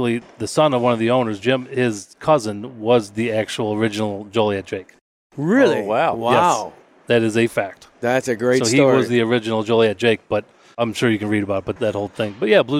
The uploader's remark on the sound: Recorded live on the shop floor at Joliet Electric Motors (JEM) in Joliet, Illinois. We also get a verbal tour of the machine shop.